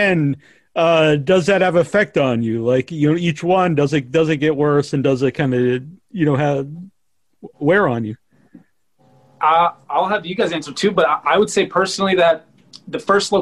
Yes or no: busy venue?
no